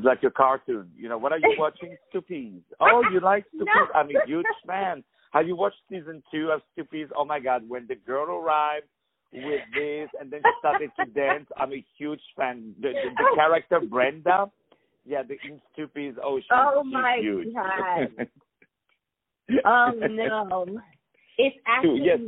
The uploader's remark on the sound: On the phone.